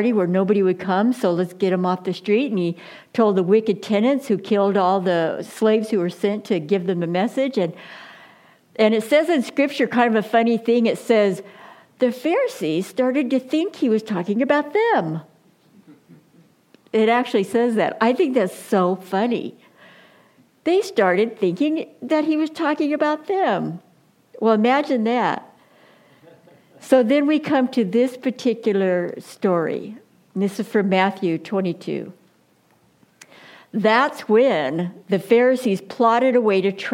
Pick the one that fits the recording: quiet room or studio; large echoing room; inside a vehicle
large echoing room